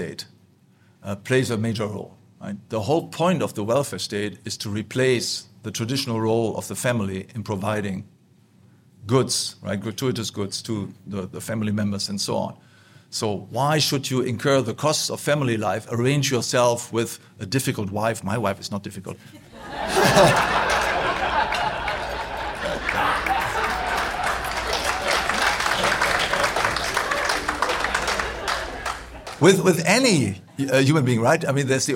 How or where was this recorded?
busy venue